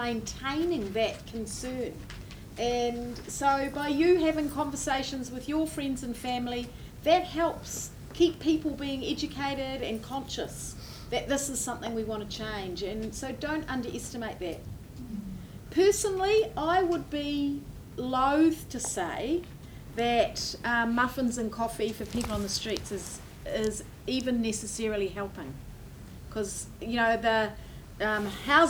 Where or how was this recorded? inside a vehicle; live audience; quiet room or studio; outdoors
live audience